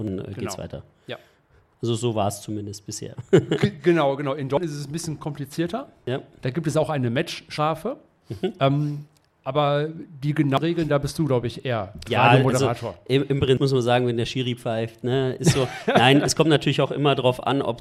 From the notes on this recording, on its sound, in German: Podfluencer Live Neu-Ulm. Wir waren Live beim Podfluencer Festival und hier kommt unsere Episode dazu!